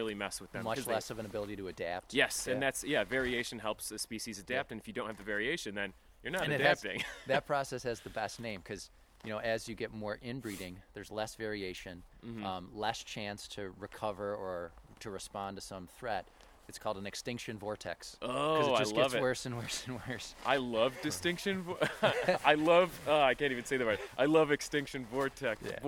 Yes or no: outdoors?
yes